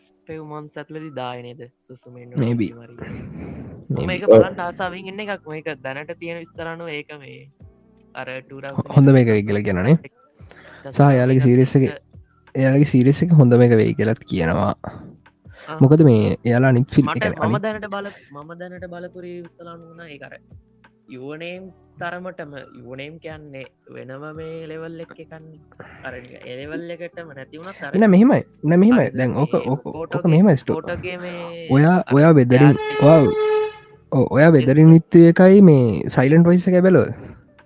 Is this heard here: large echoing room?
no